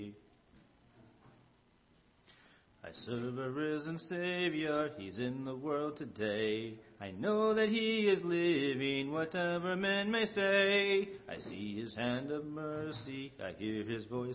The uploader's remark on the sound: Ketha Heights Baptist Church ~ Live Broadcast